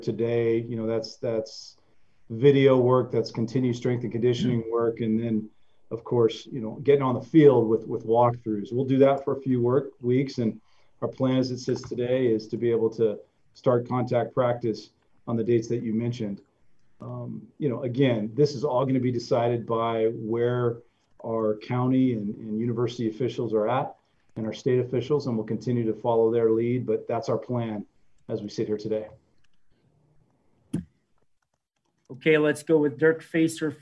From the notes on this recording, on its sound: ZOOM conference call